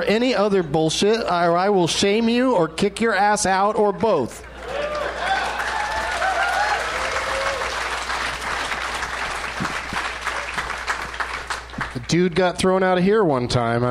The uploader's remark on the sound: Live from the Helium Comedy Club in Portland, OR